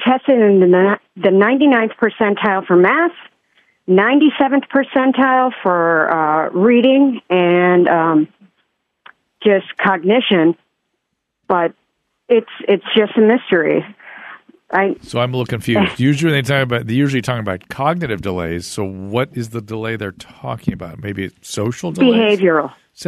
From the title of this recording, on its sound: Listener Phone Calls